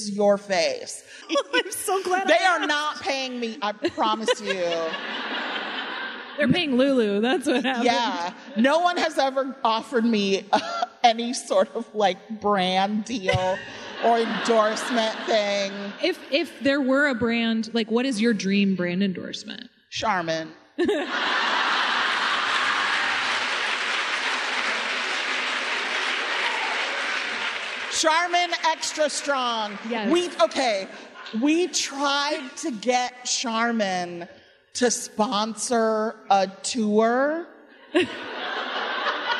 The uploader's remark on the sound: Nerdette had the great privilege of hosting a live WBEZ event.